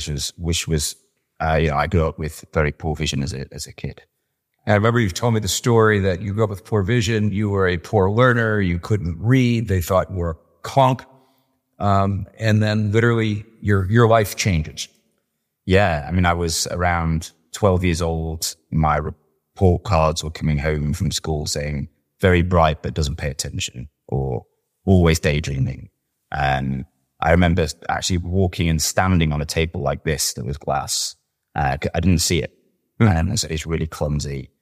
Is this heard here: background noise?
no